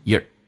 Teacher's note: Your 在口语化当中说成个也，加个儿化音变成 your